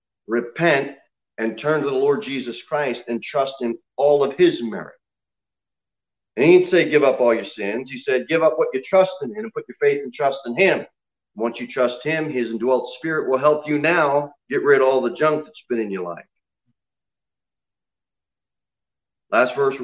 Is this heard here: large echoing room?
yes